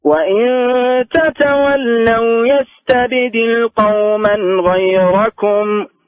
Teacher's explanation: مرة ثانية يستبدل الباء قلقلها